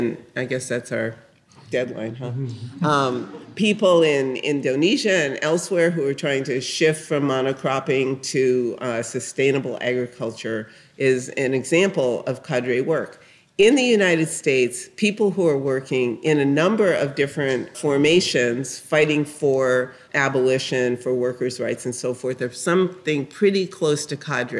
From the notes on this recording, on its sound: live Dig interview from the Socialism 2022 conference in Chicago.